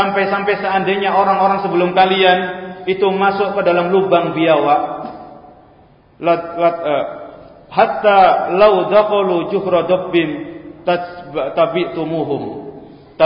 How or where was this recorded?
large echoing room